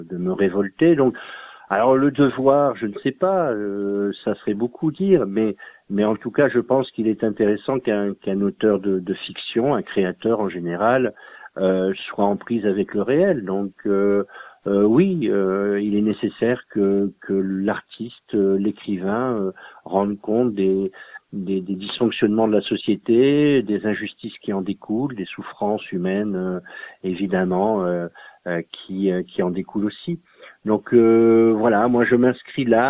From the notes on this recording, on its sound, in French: Reçoit par téléphone le romancier.